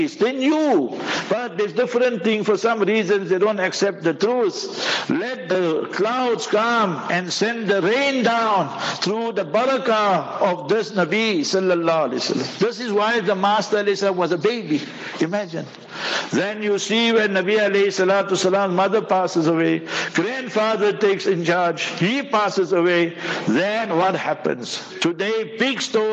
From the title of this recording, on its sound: Jumah Lecture at Rainbow Masjid